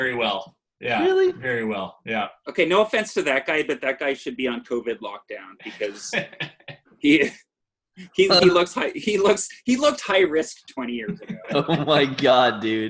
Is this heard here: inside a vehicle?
no